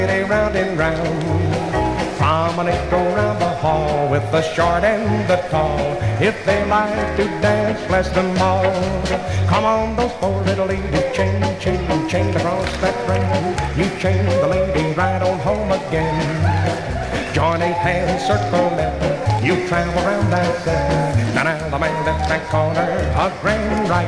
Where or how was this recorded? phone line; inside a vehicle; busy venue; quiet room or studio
busy venue